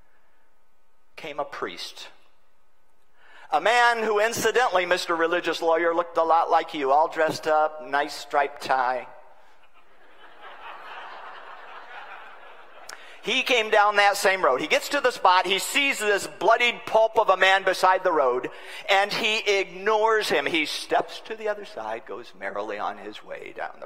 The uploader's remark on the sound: sermon recorded at General Conference in 2015